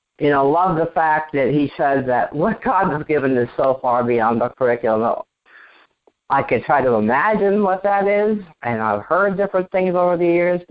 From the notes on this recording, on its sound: ACIM Daily TEXT Conference Call.